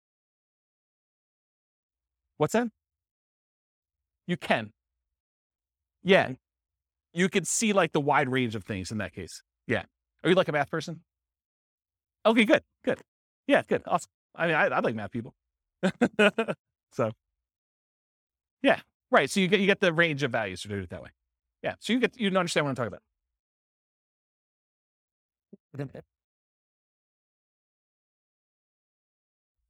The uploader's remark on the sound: This was a live class recorded